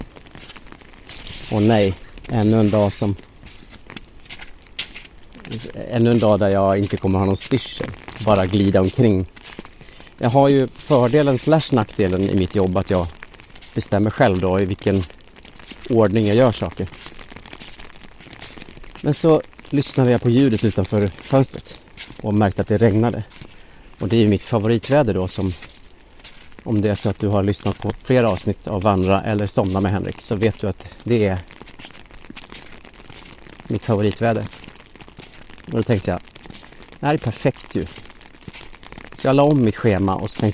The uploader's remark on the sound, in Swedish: Ljudet av hans steg och regnet. Under promenaden i skogen, där snö möter regn.